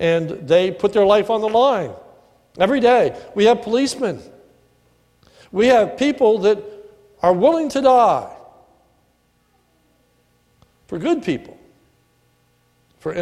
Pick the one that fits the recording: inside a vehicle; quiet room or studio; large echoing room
large echoing room